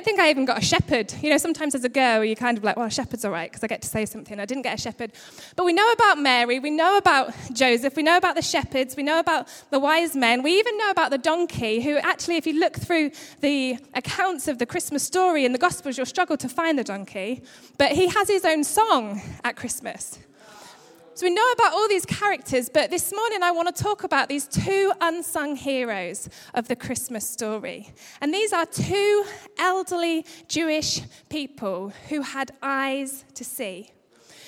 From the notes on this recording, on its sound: Record live at Life Church on Sunday 27th December 2015.